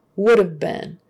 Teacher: So we kind of delete that H-A. · Term: contract